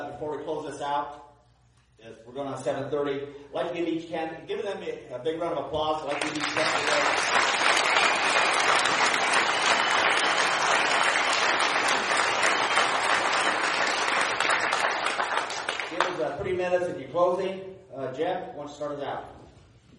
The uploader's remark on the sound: we were able to go Facebook live at the Larimer County Sheriffs forum, put on by Perspectives 101